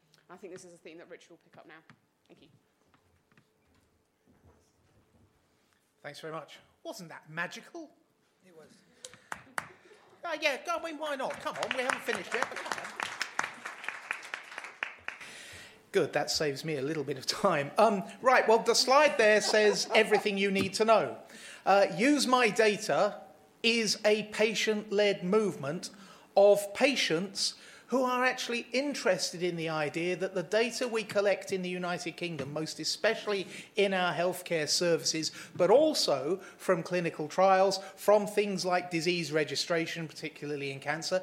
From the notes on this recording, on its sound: hear a session from the 2019 Patients as Partners EU conference